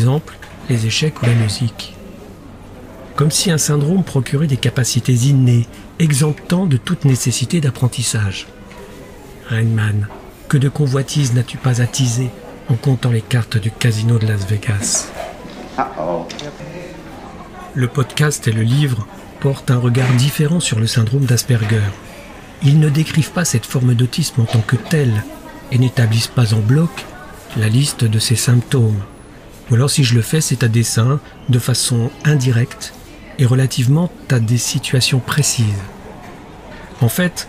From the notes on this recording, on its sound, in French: Un épisode en partie enregistré dans une salle du café Starbucks de la gare de Futamatagawa à Yokohama.